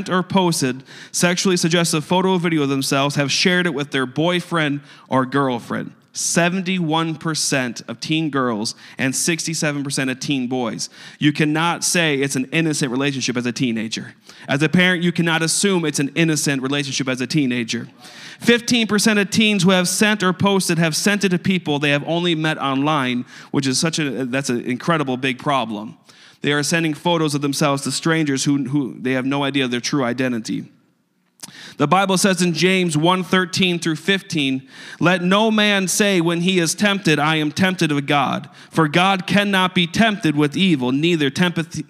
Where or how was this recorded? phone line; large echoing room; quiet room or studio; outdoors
large echoing room